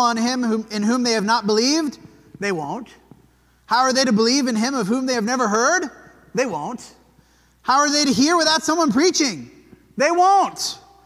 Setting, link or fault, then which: setting, large echoing room